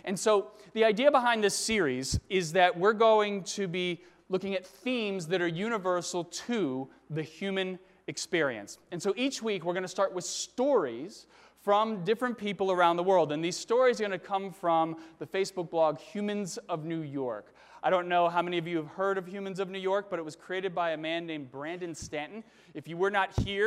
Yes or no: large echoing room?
yes